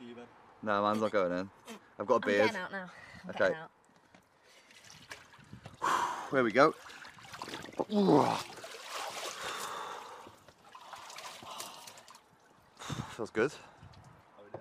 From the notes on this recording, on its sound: Live from their back garden today as we take a plunge in an ice bath.